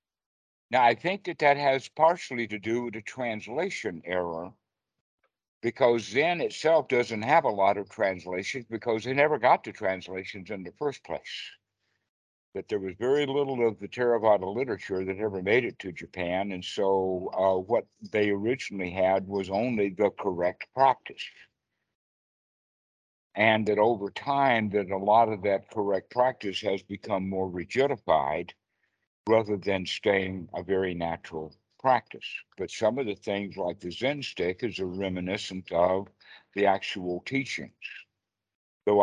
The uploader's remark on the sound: skype calls on this channel